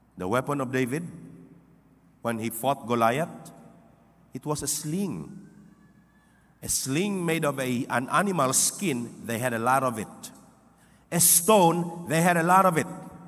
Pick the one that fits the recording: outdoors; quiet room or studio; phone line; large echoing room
large echoing room